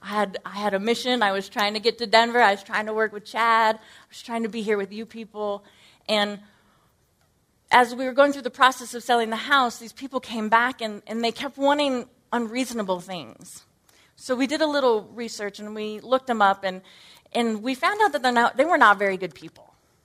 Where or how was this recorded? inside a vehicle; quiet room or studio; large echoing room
large echoing room